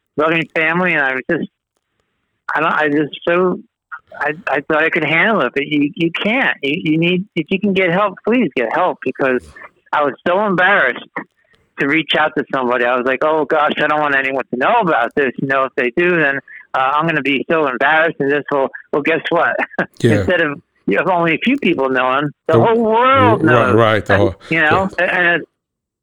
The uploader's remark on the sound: This episode was recorded over the telephone. An inmate in the NJ State Prison System.